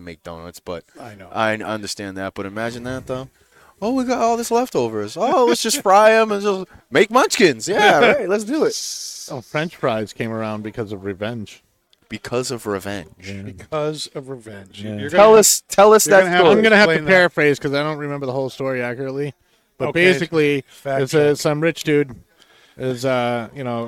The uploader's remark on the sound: Recorded live from the 7-20-4 Lounge!